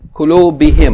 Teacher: they don't like to pronounce hum after he, after kasra. So they say kulubihim.